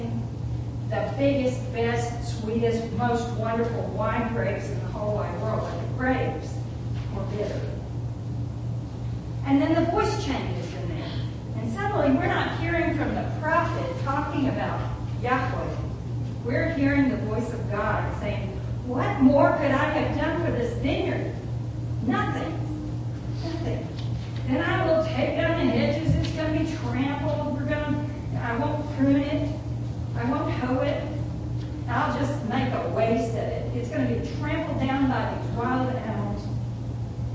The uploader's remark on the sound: It was a bit of a challenging day for the sound system